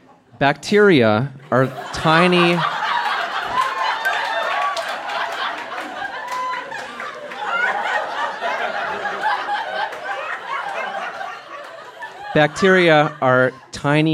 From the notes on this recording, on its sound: Recorded live at the Mercury Room in Edmonton, AB.